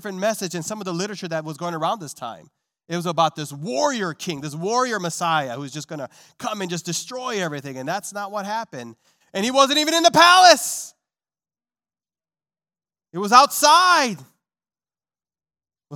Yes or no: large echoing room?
yes